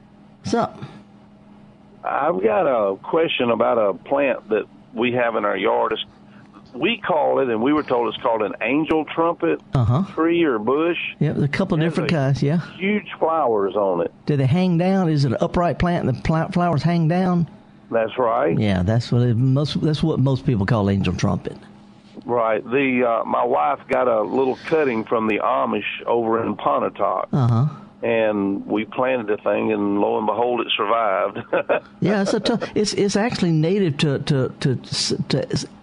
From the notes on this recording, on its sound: answers your live calls